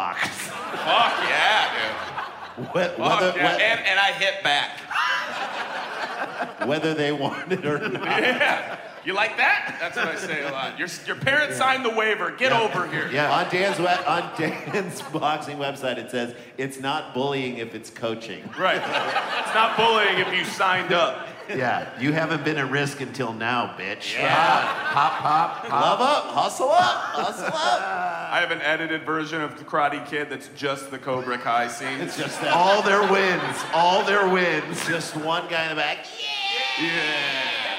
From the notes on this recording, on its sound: DPT LIVE. This week Dumb People Town goes live.